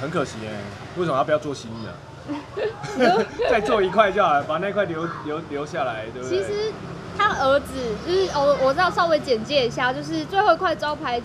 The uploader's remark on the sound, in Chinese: 錄音地點：台南 牽咖啡 Chen Coffee。